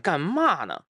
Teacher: 你看麻应该是阳平，但它变成了去声